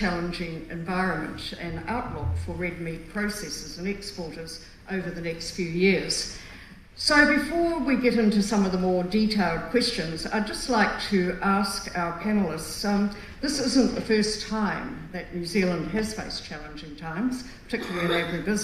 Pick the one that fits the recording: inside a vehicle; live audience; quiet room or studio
live audience